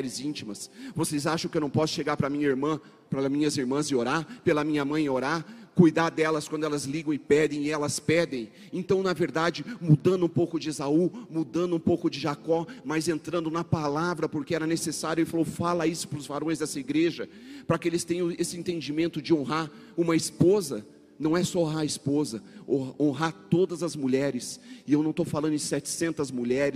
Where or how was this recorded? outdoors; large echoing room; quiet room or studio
large echoing room